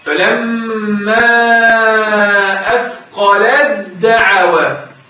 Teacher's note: التاء أضغمت في الإيه؟ أضغمت التاء في الدال. فيش وجود التاء · تاء ساكنة بعدها دال، تاء ساكنة بعدها دال. في القرآن كله إضغام. أضغم التاء في الدال.